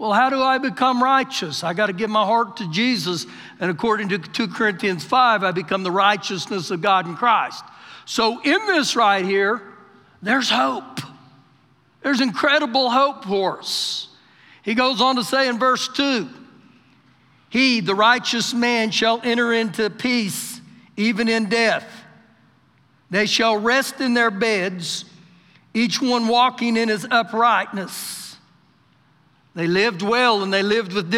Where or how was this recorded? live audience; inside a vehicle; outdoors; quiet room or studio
live audience